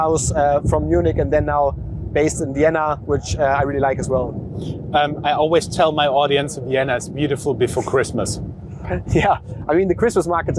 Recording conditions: outdoors